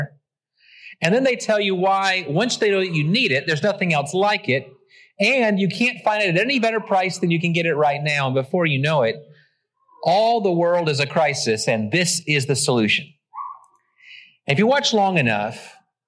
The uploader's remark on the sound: Originally preached at the West Side Church of Christ (Searcy, AR) on June 11, 2023.